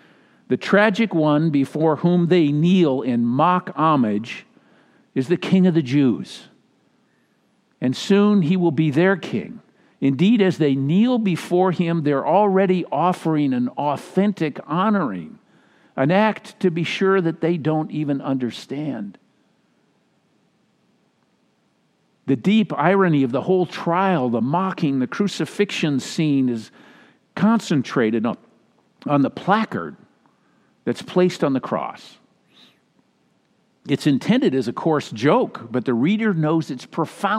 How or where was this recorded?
large echoing room